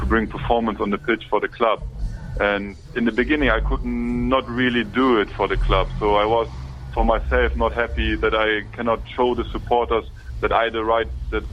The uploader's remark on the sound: Is in the studio. Is on the phone.